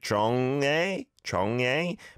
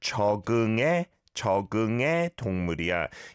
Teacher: You can hear the 기억 받침 of 적 blending on to the 응 sound · Shown in: second take